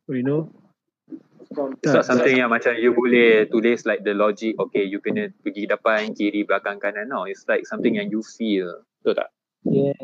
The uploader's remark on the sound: Live Platform: Twitter Spaces